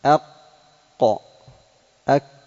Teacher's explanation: تجد أن القاف أقرب إلى الحلق، وأن الكاف بعدها